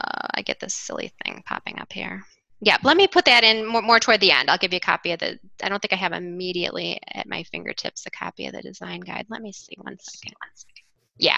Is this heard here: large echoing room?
no